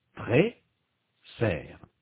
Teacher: La langue est plus haute et donc l'espace intérieur de la bouche est plus petit. La voyelle de la deuxième syllabe est ouverte. La langue est plus basse et donc l'espace intérieur de la bouche est plus grand. La première syllabe est ouverte, elle se termine par une voyelle. · Term: voyelle ouverte